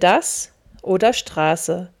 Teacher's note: S, stimmlos wie in das oder Straße